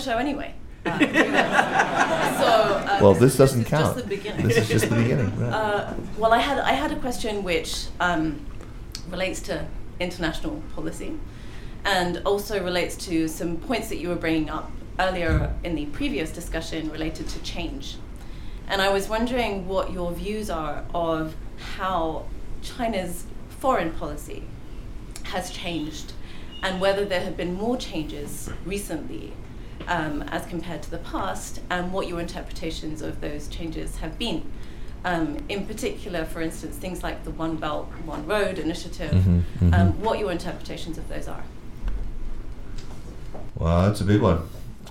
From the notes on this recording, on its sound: Live at the Bookworm. Recorded last month during a special live event at the Bookworm literary festival. To field questions from our live Beijing audience. Recorded in front of a live audience.